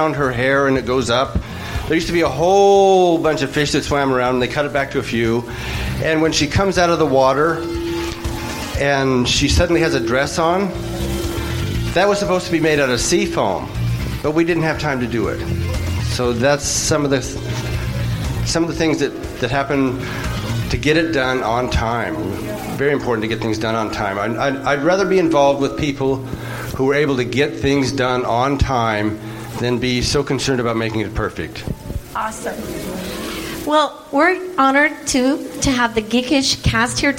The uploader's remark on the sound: host some of the panels at Tracy Comic Show and Reptile Expo